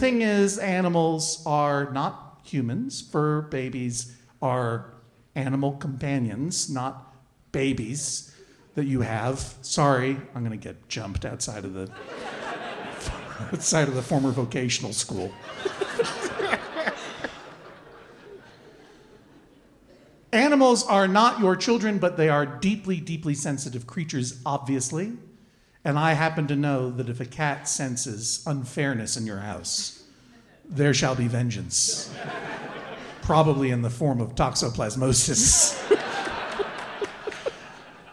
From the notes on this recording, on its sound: This week’s episode was recorded live in front of an audience at the Gothic Theatre in Denver!